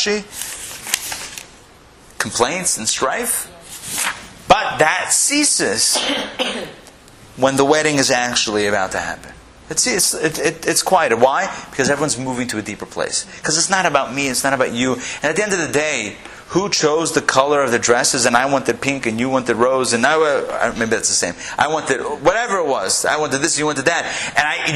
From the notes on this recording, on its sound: Recorded live in Atlanta